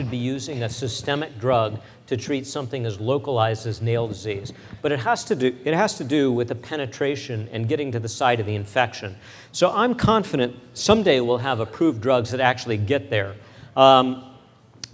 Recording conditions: live audience